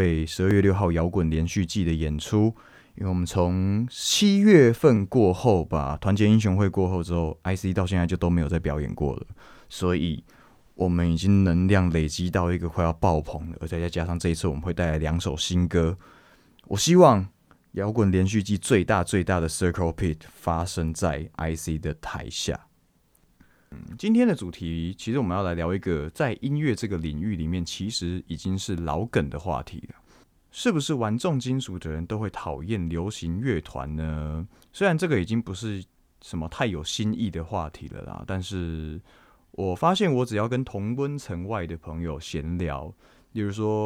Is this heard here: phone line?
no